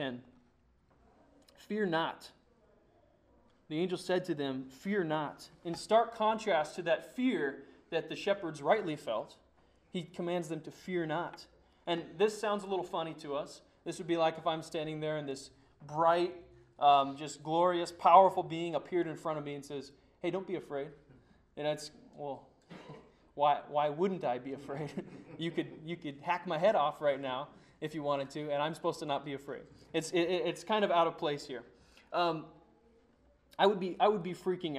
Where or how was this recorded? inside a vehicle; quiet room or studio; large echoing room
large echoing room